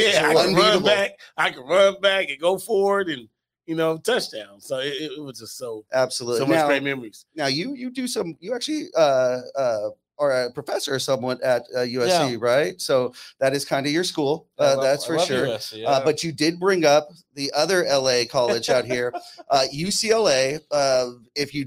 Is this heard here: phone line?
no